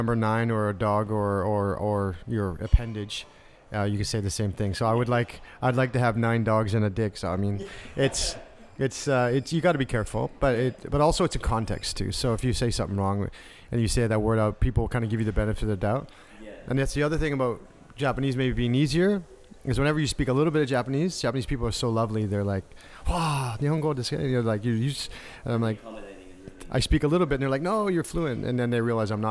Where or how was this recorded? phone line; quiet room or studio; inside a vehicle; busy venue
busy venue